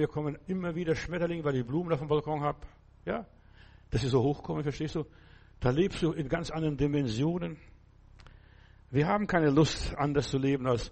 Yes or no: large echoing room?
yes